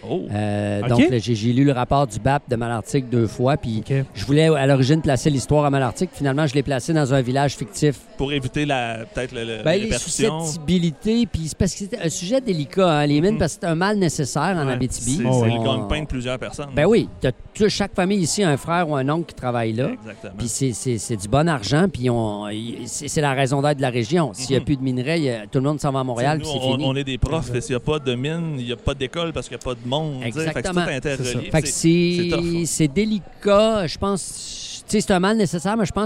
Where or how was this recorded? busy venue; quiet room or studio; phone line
busy venue